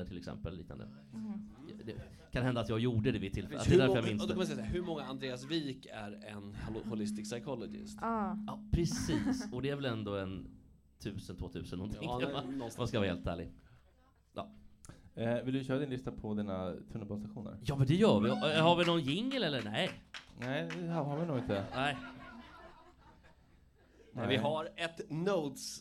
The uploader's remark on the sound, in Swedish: Sommarspecial - Livepodd från Bleckan.